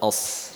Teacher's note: Kita mendapatkan shad ini dibaca tebal